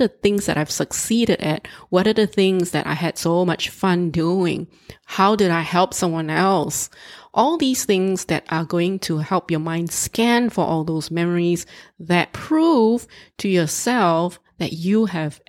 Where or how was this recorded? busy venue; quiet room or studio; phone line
quiet room or studio